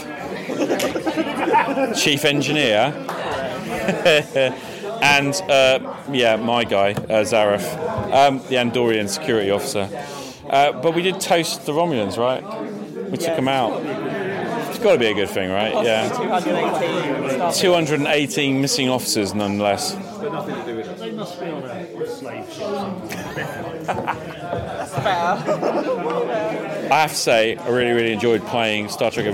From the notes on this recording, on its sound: A tighter episode focused on my attendance at The Owlbear and Wizard's Staff convention in Leamington Spa. Lurches into an audio journal of the day at OBaWS. Bonus and BIG thanks to the organisers at the show for allowing me to record my blitherings unsupervised.